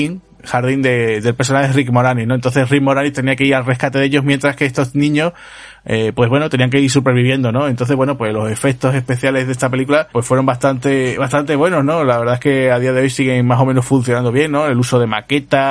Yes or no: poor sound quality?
no